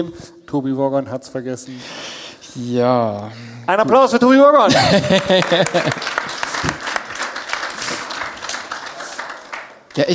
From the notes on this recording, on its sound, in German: LIVE PODCAST vom 4 Bikes Festival. Mal vor Live-Publikum aus einem Bunker beim 4 Bikes Festival.